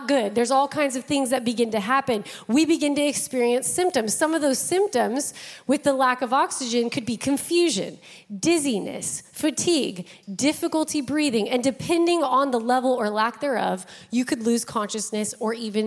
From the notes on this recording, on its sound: Broadcasted live from The Father's House, Vacaville, CA.